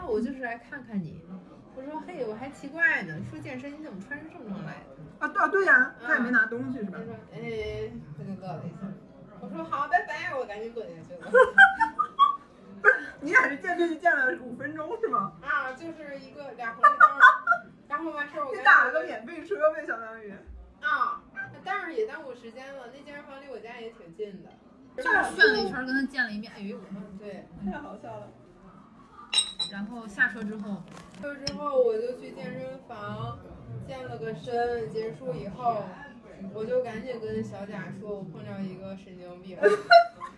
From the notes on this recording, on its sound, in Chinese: 已经努力降噪了，音质还是有点差